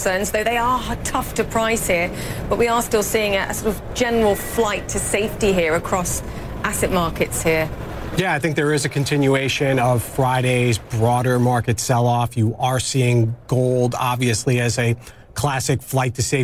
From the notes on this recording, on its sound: live from the New York Stock Exchange